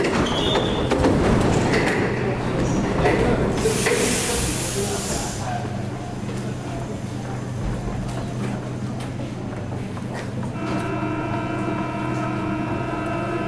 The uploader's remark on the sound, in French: Une heure dans le métro. Nous descendons et passons 58 minutes sous terre, dans les entrailles de Paris, avant de ressortir, épuisés mais contents, quelque part sur la ligne 11. Nous avons testé un prototype de micro qui permet, à travers les murs et les strates du sol, d'entendre tout ce qu'il se passe dans Paris. Enregistrée à 100 % sur le terrain ou plutôt sous le terrain !